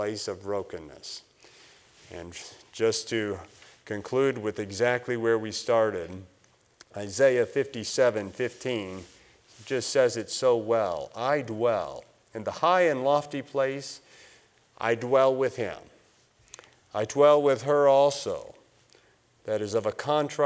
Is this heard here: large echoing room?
yes